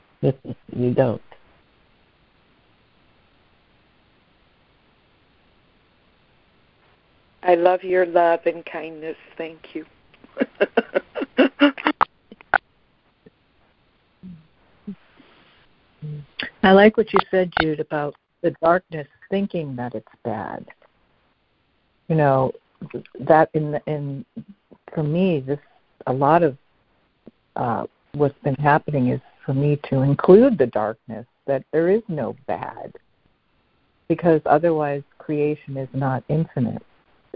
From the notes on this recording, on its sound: ACIM Daily Conference Call